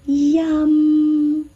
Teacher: 粤语是阴，是一个闭唇音